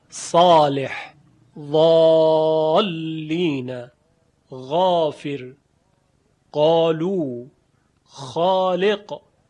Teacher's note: و بیان شد که فتح الف، یعنی الفی که پس از حروف استعلا و حروف تفخیم قرار میگیره، فتحش قوی تره، شدید تره. صدای آ، صالح، ضالین، غافر، قالو، خالق، این فتح قوی تره.